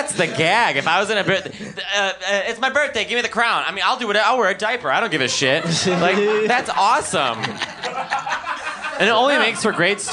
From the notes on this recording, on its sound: In this LIVE episode from Union Hall in Brooklyn.